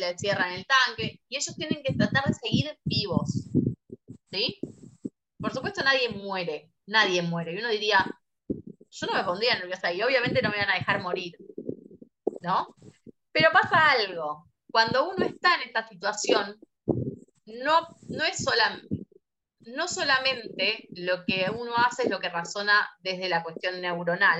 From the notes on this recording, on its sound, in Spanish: Audio de charla de zoom.